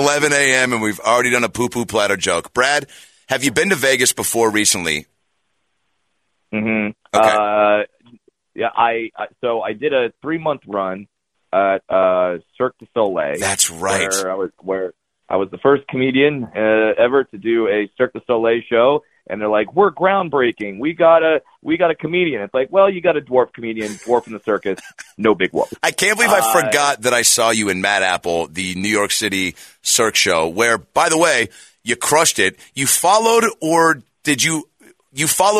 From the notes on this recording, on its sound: In Studio. On The Phone.